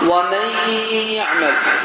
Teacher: Və bu hərfləri, bəli, və bu hərfləri əzbərləmək üçün yəmnu sözündən istifadə edirik ki, bu hərflər əgər gəldiyi halda n səsi həmin bu hərflərə idğam olunur və daxil olunur və səs burundan çıxır · Term: idğam ma'al qunnə